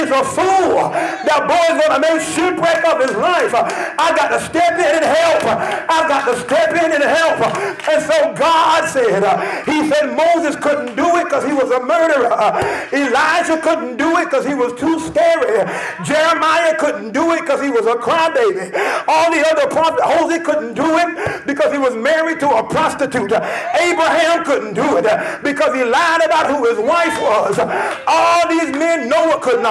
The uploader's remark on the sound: This podcast has been recorded at Lively Stone Temple Columbia which is located at 51 Berkshire Dr. Columbia, SC 29223.